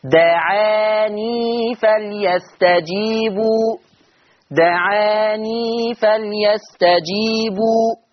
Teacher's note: قرأ ورش عن نافع باثبات الياء وصلا، فلما يقف ورش على دعان هيقف بسكون النون دعان.